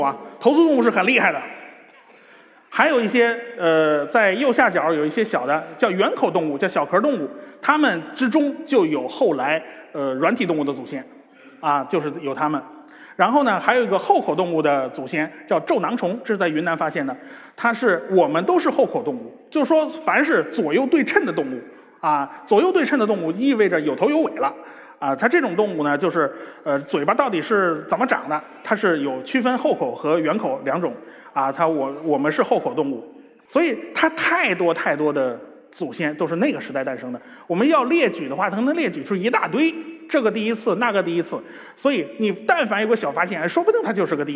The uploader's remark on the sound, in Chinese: 在绍兴大剧院举办的《理性的力量》科普演讲会如约而至。一千多位观众到现场参与了这次活动，整个会场都坐的满满的，台下黑压压的坐了一大片。当我容出空来好好整理一下整场活动的录音的时候，我才发现，耳机里听到的缺陷远比我估计的要多得多。这不是在自己窝里，可以从容不迫的录音，还可以后期剪辑。绍兴活动现场。